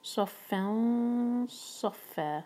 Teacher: صاد heavy اور فن پر اخفا ہے لیکن ہم صاد کے لیے زبان تیار کریں گے تو اخفا کا ساؤنڈ ڈفرینٹ ہوگا. صفن صف آخر میں فا دو حرکہ مد عوض عن التنوین.